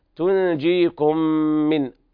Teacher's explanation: إدغام متماثلين صغير كامل بغنة